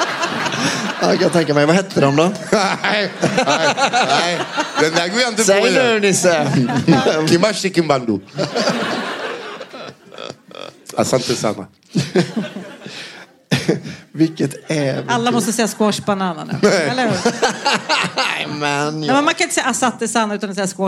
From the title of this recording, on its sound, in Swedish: Live på Scala